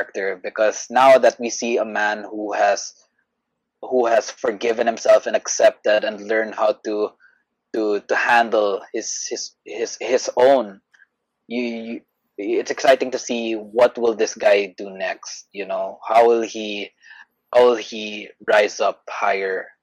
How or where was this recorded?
video call